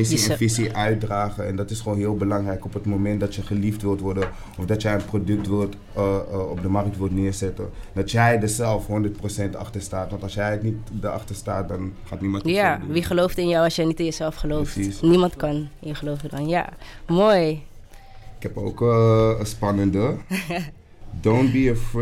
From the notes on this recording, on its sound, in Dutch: een live podcast gehost op het netwerkevent Mixing Visions